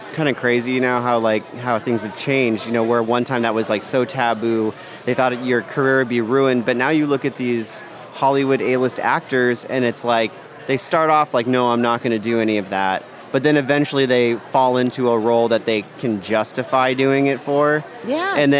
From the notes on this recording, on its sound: live at Mad Monster Party 2015 in Phoenix, AZ